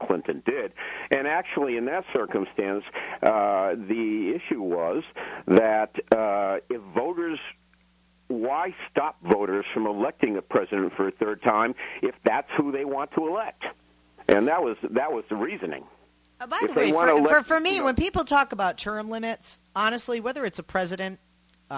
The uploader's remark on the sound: take calls to see what the audience thinks